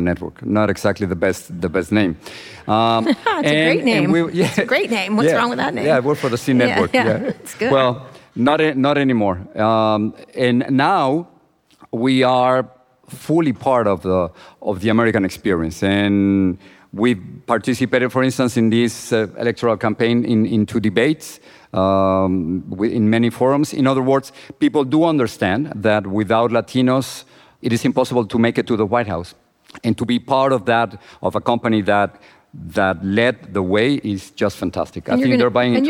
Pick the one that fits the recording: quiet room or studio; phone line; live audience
live audience